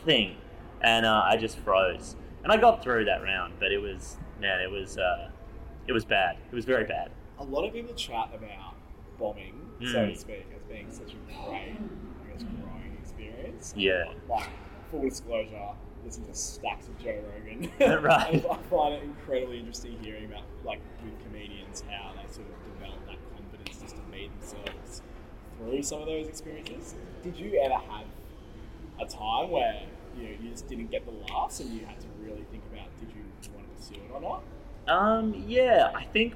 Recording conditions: sounds in the background